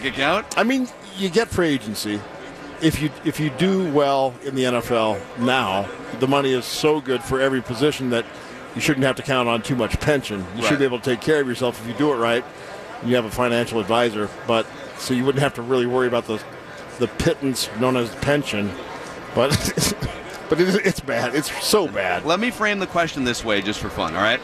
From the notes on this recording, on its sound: live from Radio Row all week